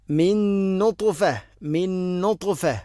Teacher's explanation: നൂന് സാക്കിനക്ക് ശേഷം നൂന് ഇദ്ഗാം കാമിൽ പൂർണ്ണമായിട്ടും അവിടെ ഇദ്ഗാം ചെയ്ത് ഉച്ചരിക്കണം. അതുപോലെ ത്വാഇൻ്റെ മഖ്റജ് നാവിൻ്റെ മധ്യഭാഗം അണ്ണാക്കിലേക്ക് ചേർന്ന് നിൽക്കണം.